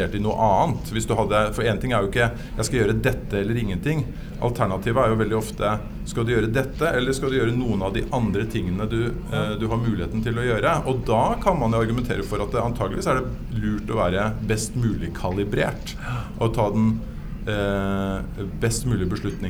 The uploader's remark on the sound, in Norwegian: Live fra iProsess nettverk for toppledere på Grand Hotell